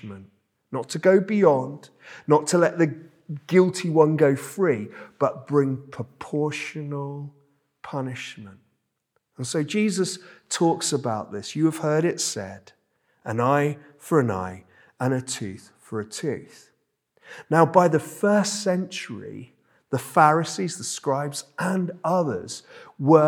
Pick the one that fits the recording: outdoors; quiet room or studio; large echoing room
large echoing room